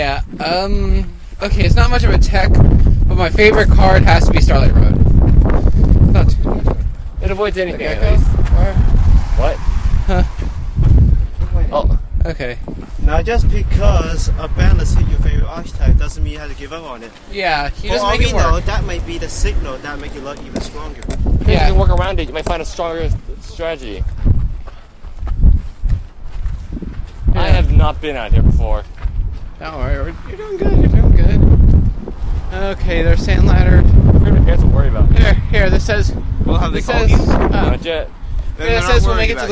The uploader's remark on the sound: Forgive us for the wind in the background.